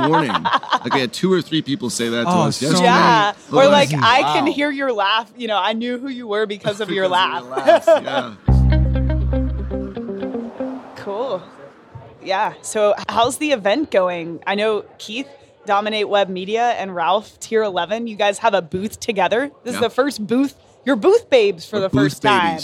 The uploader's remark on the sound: Live from Traffic & Conversion Summit 2018. The experts answer questions from Traffic & Conversion Summit attendees, live from the Summit!